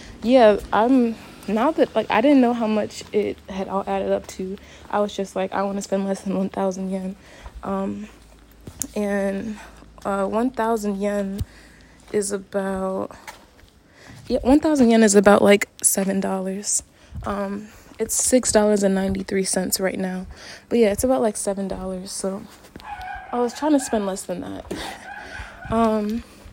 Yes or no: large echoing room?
no